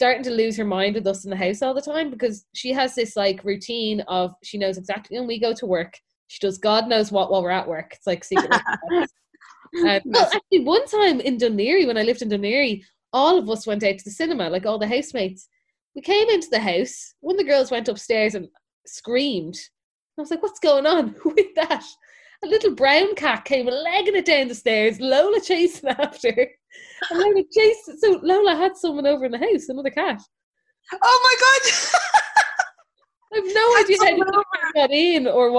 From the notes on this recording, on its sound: Recorded on Zoom